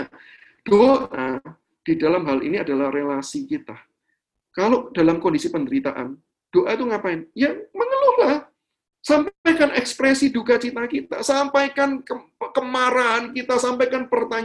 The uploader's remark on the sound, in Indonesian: Rekaman Webinar yesHEis.